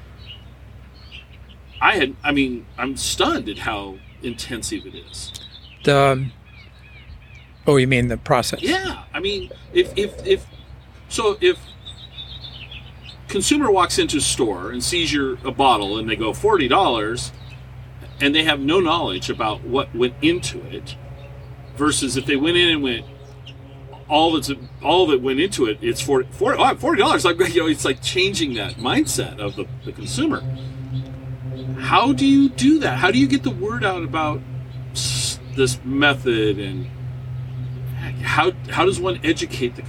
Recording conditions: sounds in the background